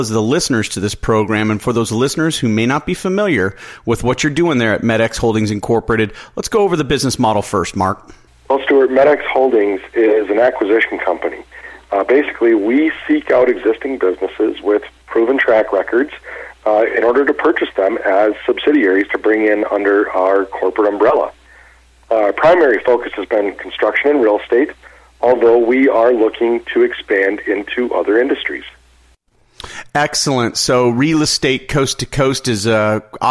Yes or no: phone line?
yes